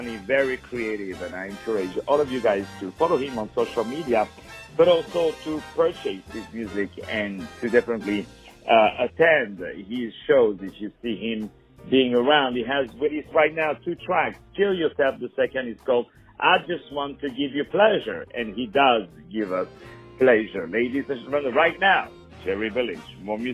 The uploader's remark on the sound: On the phone